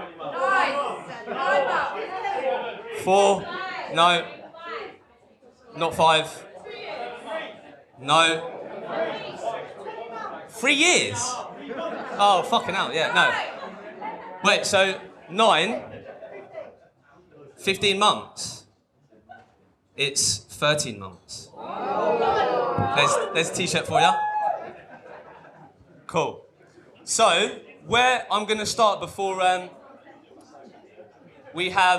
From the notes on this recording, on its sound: We hosted the very FIRST Recruitment Rollercoaster LIVE event in London. I was slightly worried about the audio being good enough quality to share as an episode however it has come out great. A brilliant panel discussion.